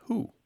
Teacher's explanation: when we have that W sound, the wah, wah, wah, and it's followed by certain vowel sounds, sometimes that W sound collapses into the vowel. It's just a mechanical thing that's easier for mouths to do, even for careful, educated speakers.